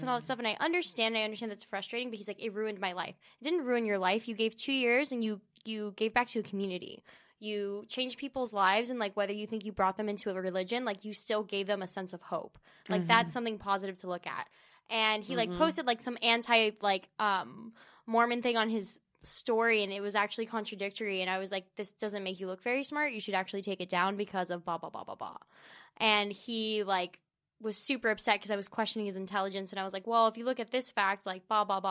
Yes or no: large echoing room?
no